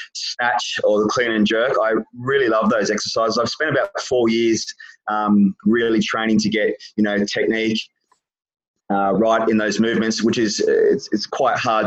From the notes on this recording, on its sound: over a zoom call